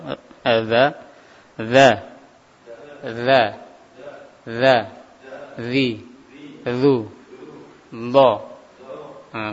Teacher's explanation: Ujung lidah sama ujung gigi seri atas